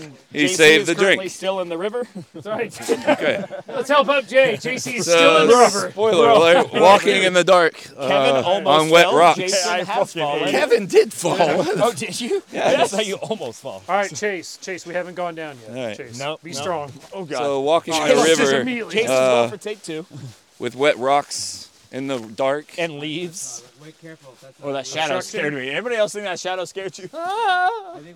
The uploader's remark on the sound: During our holiday break, most of us met up in North Carolina. Mic us up and take a night hike to a Yoga retreat. We crossed creeks, rocks, and discovered a ghost dog through the woods. Yes, we are breathing heavily, we were intoxicated, and yes it's a little chaotic.